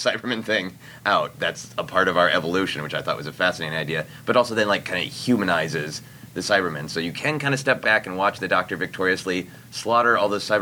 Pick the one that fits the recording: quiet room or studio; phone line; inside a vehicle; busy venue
busy venue